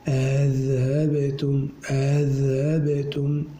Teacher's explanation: أما رويس بهمزتين لكن الثانية مسهلة